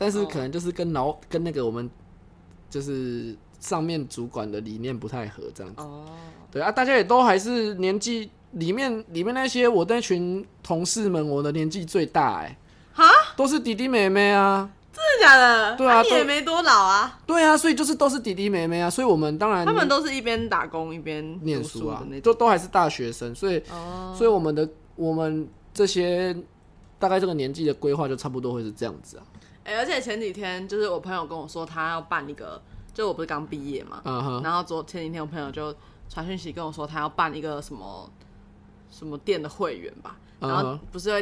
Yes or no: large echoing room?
no